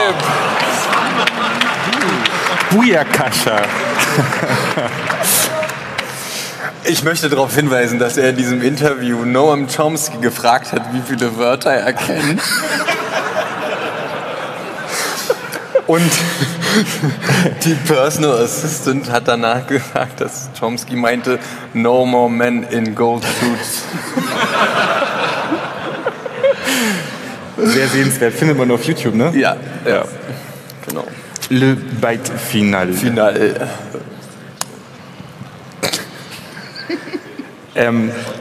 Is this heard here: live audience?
yes